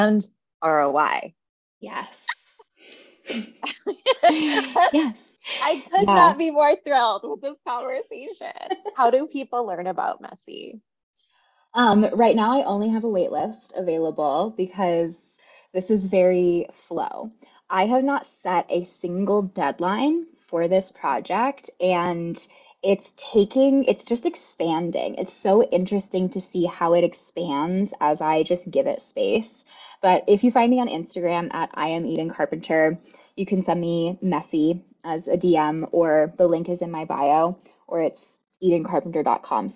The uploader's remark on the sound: We were on a coaching call and I asked her if we could start recording this episode for you